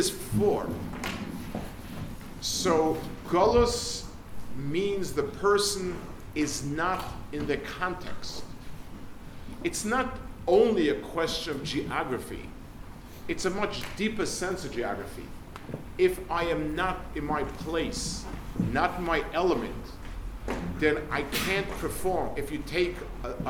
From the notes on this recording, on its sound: Delivered at Hasmonian High School, London 1/22/23